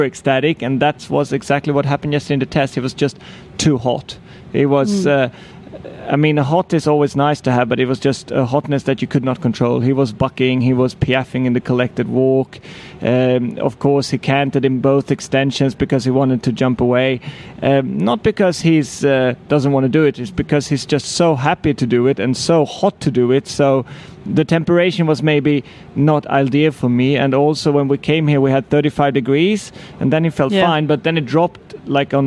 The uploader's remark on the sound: This episode was recorded live in front of an audience at the Alltech Experience in the Kentucky Horse Park.